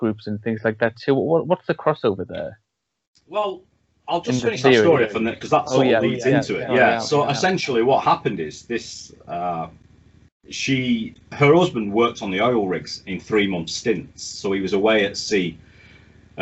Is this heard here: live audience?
no